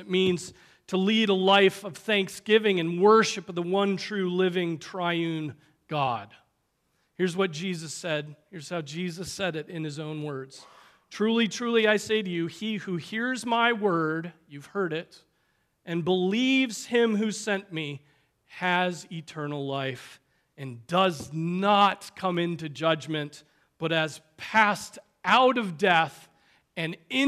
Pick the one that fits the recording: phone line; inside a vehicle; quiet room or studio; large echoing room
large echoing room